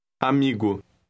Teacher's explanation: Note that the M adds a slight nasal sound to the first part of the word.